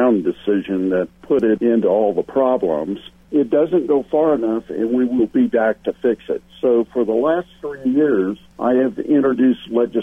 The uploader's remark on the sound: calls in from the field